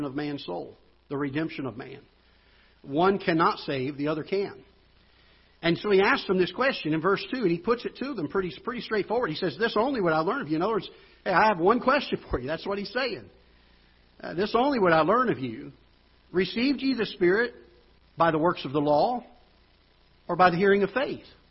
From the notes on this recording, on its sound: Ketha Heights Baptist Church ~ Live Broadcast.